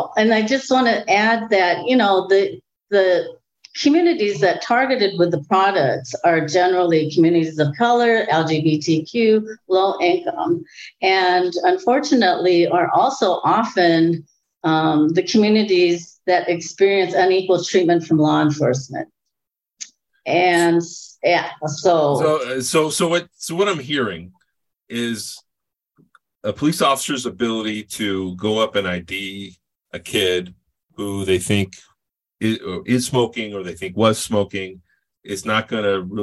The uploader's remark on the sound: This episode was recorded August 24, 2022 before a live-virtual audience